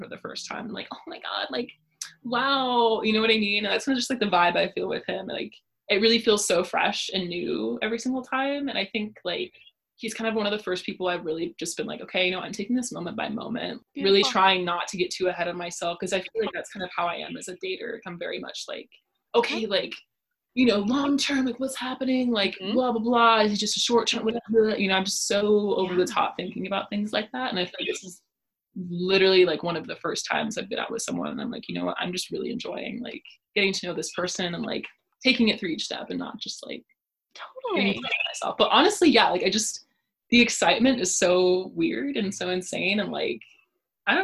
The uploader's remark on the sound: this time from the virtual Zoom studio